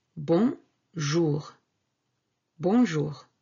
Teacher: One word. Bon, nasal, from the nose, and jour.